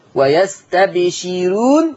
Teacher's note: رققوا الراء لأن الراء مضمومة ومسبوقة بكسر · Term: ترقيق الراء